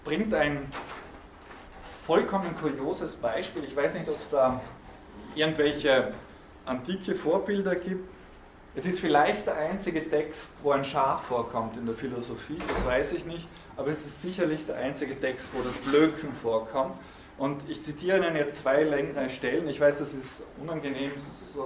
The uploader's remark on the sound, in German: Diese Vorlesung wurde von Studierenden aufgenommen